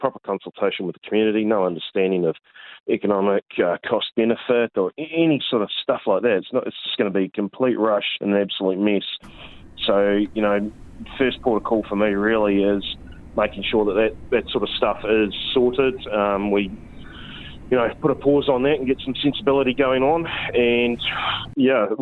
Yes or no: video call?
no